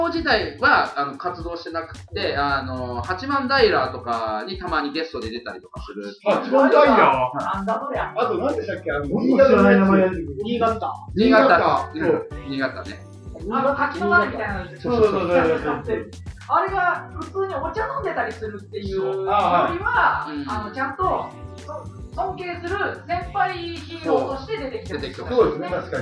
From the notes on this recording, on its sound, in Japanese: 初回につき音声のバラつきは大目に見てくださいませ。